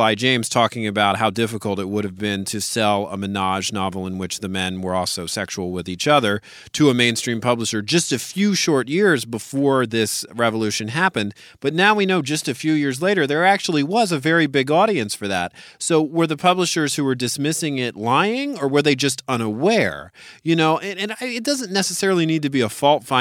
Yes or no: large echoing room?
no